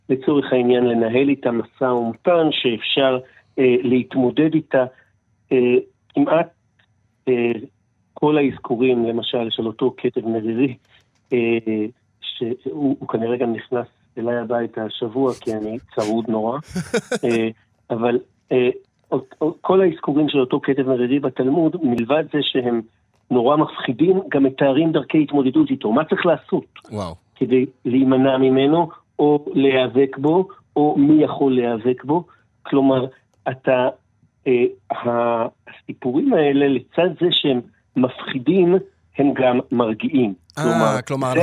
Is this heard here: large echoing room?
no